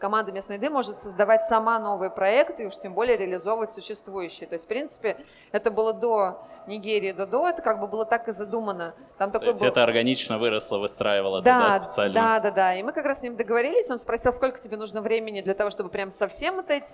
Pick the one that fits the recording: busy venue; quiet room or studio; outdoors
busy venue